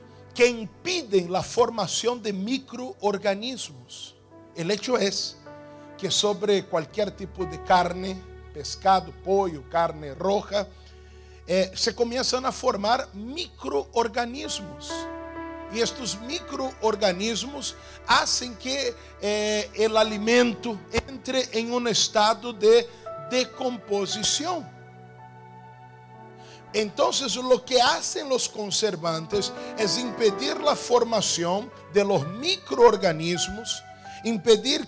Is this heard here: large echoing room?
yes